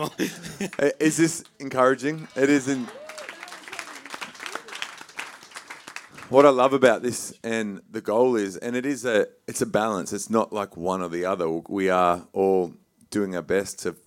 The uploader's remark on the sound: Host a masterclass at the Hillsong Worship and Creative Conference.